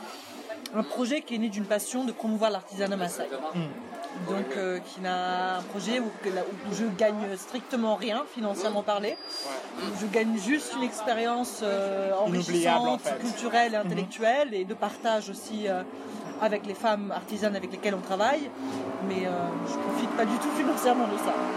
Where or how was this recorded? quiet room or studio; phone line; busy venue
busy venue